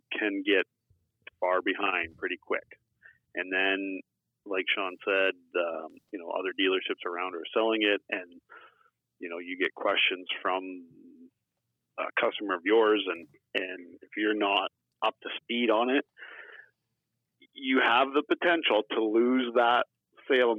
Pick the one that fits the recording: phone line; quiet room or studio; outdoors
phone line